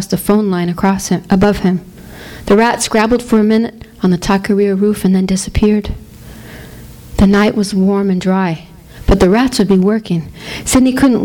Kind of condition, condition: setting, live audience